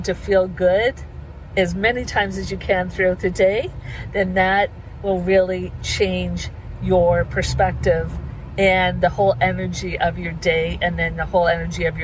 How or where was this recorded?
inside a vehicle